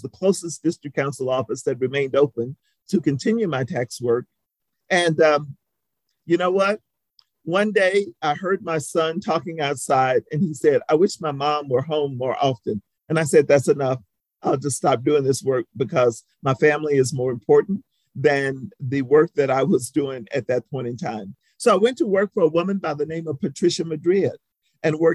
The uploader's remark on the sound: This was a virtual presentation, recorded on February 23, 2022.